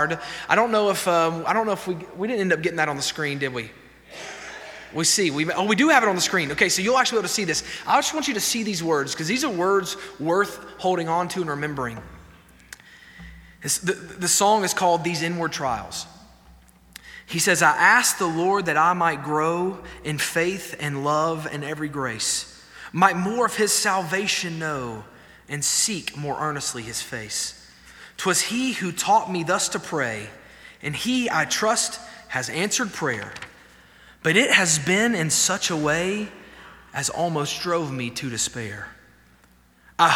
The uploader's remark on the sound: This sermon was delivered on May 31, 2023 at First Baptist Church Hendersonville, NC during the Wednesday night Bible study hour.